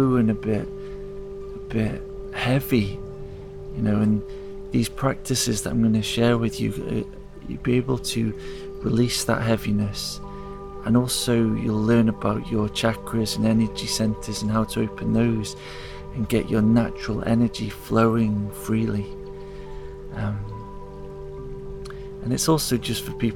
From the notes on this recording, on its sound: Each episode is recorded in the forest so you can hear the sounds of nature